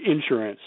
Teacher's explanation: we have initial stress on a lot of words like insurance and so forth